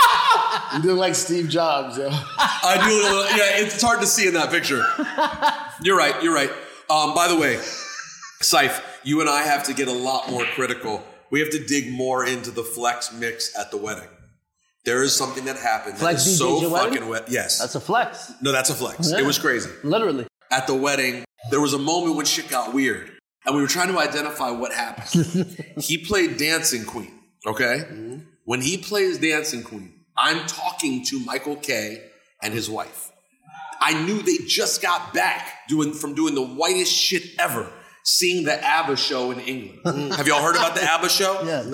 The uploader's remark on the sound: Live in Miami